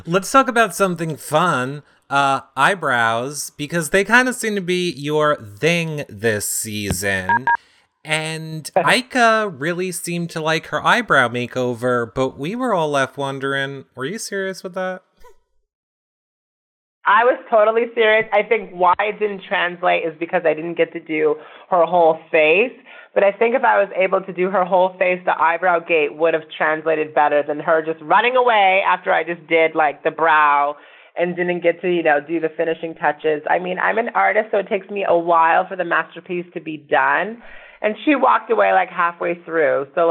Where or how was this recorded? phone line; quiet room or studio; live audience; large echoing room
phone line